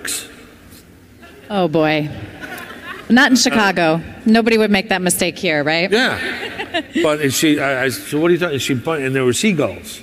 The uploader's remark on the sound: Hear his live panel from Chicago.